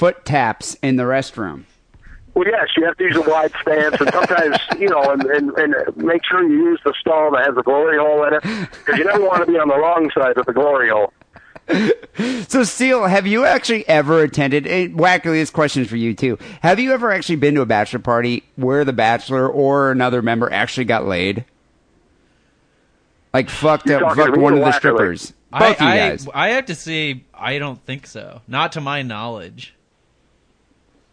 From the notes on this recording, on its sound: Phone calls and listener email.